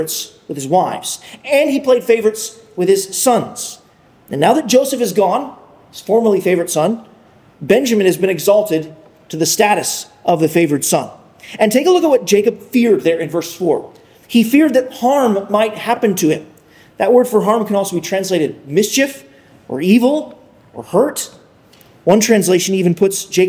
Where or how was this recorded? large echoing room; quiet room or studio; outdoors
large echoing room